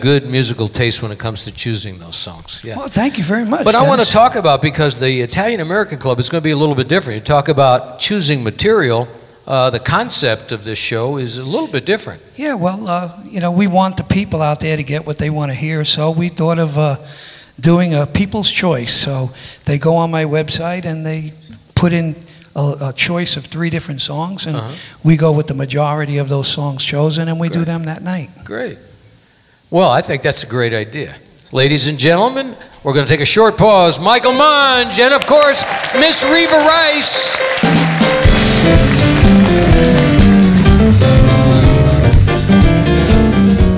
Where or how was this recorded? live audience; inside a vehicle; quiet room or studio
live audience